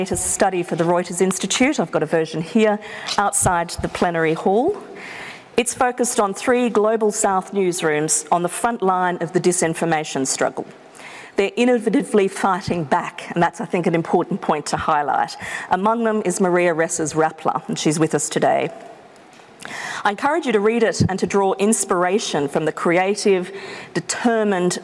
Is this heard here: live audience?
yes